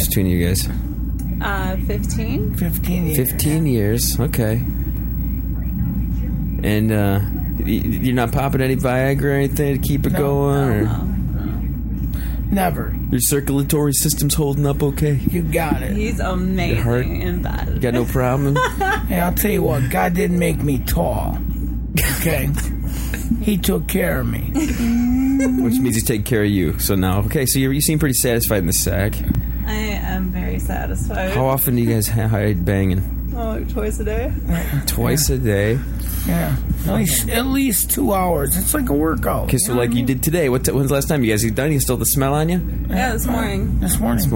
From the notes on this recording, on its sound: Into the studio. All while the air conditioning is on in the background.